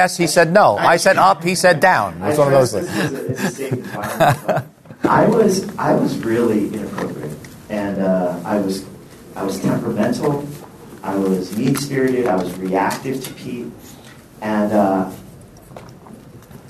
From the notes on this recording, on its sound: recorded at the National Disciple Making Forum